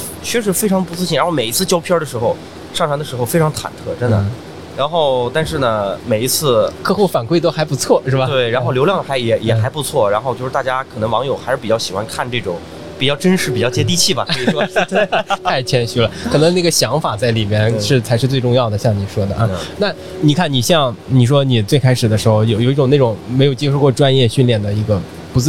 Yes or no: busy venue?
yes